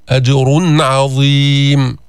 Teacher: أظهرنا النون الساكنة، أظهرنا التنوين عند العين · Term: الإظهار